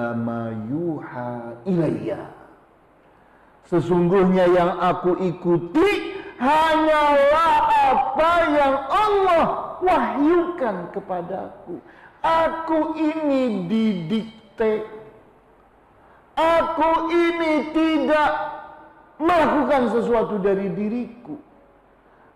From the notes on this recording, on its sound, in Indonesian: LIVE STREAMING via Youtube MASJID AL-IHSAN CIPINANG MUARA 3